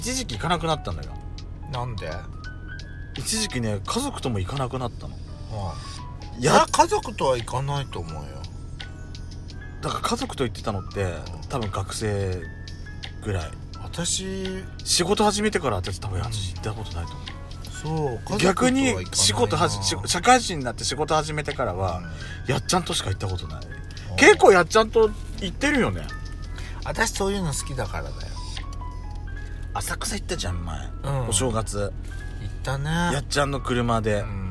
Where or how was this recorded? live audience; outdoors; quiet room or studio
outdoors